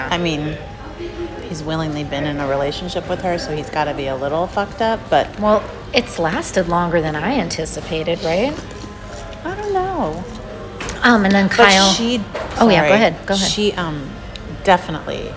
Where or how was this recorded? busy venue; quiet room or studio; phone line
busy venue